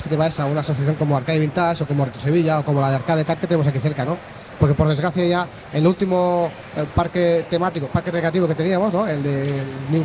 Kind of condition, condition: setting, busy venue